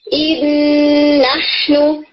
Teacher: لیکن یہ ورڈ آتا ہے ان نحنو، تو یہاں پہ بھی جو فرسٹ نون ہے ان کا وہ اپنا مخرج اور اپنی تمام کوالٹیز چھوڑ دے گا اور سیکنڈ نون کو ڈبل کر دے گا, اور جو غنہ سنائی دے رہا ہے وہ سیکنڈ نون · جو غنہ سنائی دے رہا ہے وہ سیکنڈ نون کا ہے، فرسٹ کا نہیں · Term: کامل ادغام